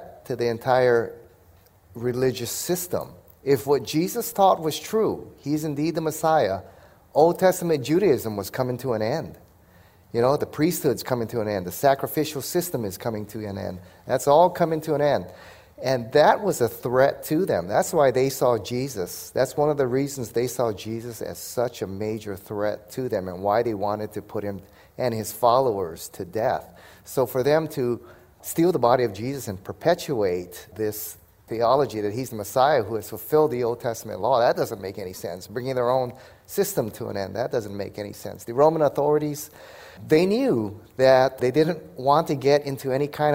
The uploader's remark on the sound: Q & A Session Pt 1 – 2023 E and A Apologetics Conference. The Question and Answer time at the 2023 Evidence and Answers Conference.